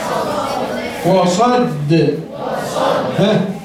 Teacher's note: د حرف مشدد موقوف عليه مع القلقلة